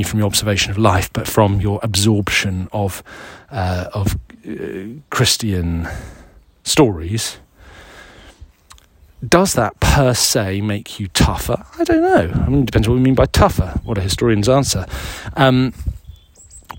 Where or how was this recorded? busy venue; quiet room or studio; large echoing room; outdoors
outdoors